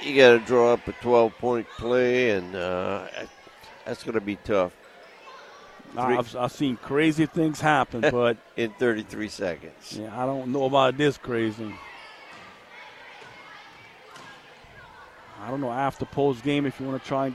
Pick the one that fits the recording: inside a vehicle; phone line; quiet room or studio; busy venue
busy venue